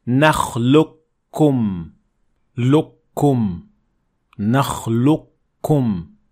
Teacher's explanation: So when it happens within the same word, like in this example, we would say أَلَمْ نَخْلُقْكُمْ مِنْ مَاءٍ مَهِينٍ. So here, the qaf is completely dropped, and we pronounce the kaf with the shadda to compensate for the qaf that we dropped